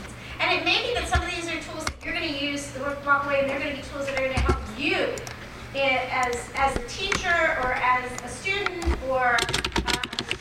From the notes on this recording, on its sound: a clip from a live presentation at Temple University